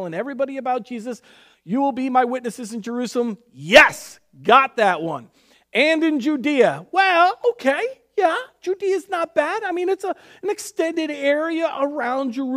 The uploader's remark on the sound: Recorded on May 3rd, 2020 at Word of Life Church in Le Sueur, MN. WHOLE SERVICE AUDIO.